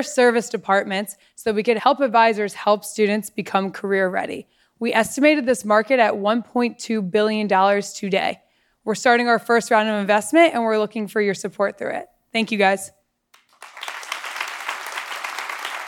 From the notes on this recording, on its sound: The Pitch is live from The Wharton School at the University of Philadelphia. A packed house for a live pitch competition.